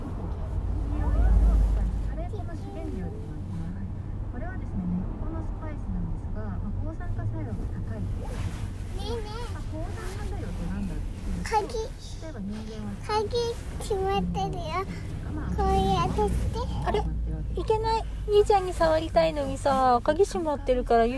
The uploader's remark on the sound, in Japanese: 車の中の会話